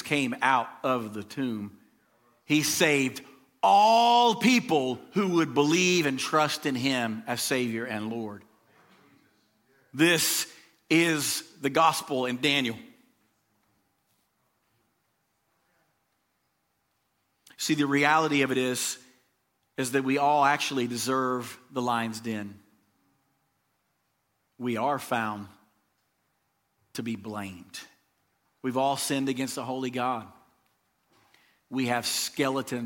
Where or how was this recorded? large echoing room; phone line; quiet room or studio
large echoing room